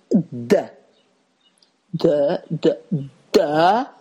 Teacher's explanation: La consonne D, par exemple, se prononce en donnant du bout de la langue au-dessus des dents d'en haut